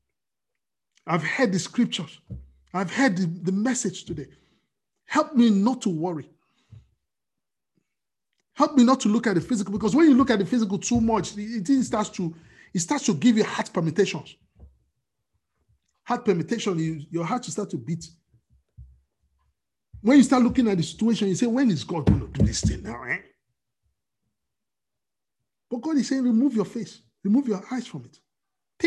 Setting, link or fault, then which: link, video call